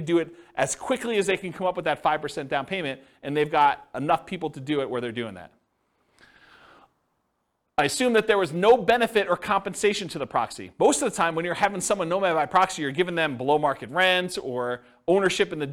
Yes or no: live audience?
yes